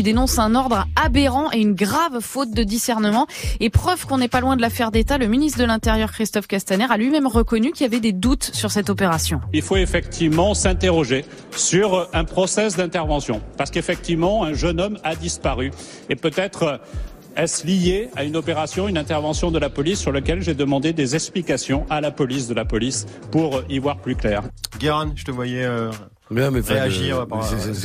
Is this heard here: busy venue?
yes